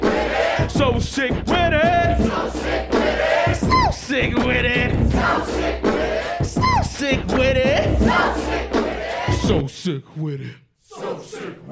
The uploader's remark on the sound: A second bonus episode of Secret Skin, with more material from Secret Skin Live!